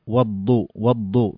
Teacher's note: ما نطقنا اللام فهي لام شمسية